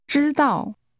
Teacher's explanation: pronounced with a high level followed by a falling tone